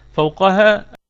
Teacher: فوقها الكلمة كلها مرققة ما عدا القاف، فهي في الدرجة الثانية من درجات التفخيم لأنها مفتوحة وليس بعدها ألف.